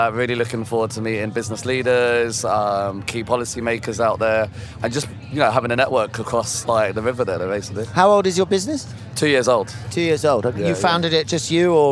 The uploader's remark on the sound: Recorded live on a Eurostar from London to Paris